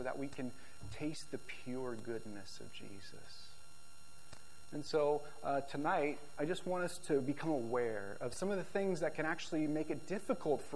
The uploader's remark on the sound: This video message was recorded on February 19, 2023, at View Ridge Middle School in Ridgefield, Wa.